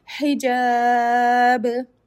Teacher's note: That's why I'm going to extend my hijab to six alif long, tis six haraka long, and then I'll do qalqala on ba, because ba will become sukoon, so it will become a qalqala letter